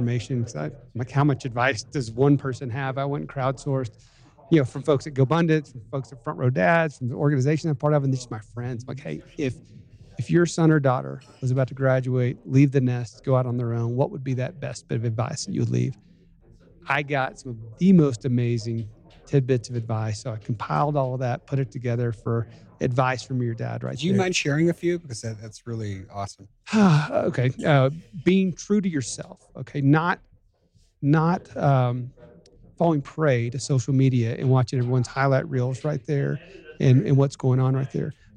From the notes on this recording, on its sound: we’re joining you live on location in Park City, Utah at the GoBundance event